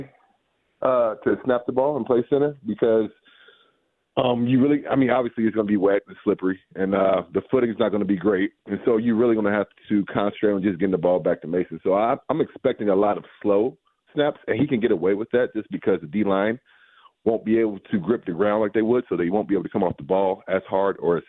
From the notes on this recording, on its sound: He called